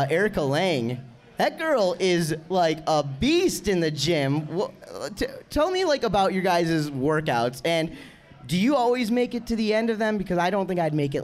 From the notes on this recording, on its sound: Live at Performance Ski & Surf. In front of a live audience. During registration for the 2017 Nautique Wake Open, presented by Rockstar Energy.